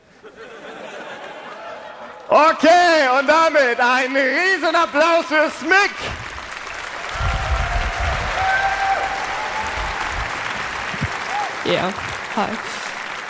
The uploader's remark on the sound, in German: Chaos Communication Slam (35c3). Hierbei geht es um einen Wettkampf bei dem selbstgeschriebene Texte live vorgetragen werden. Stimmt das Publikum zusammen über die besten Beiträge ab.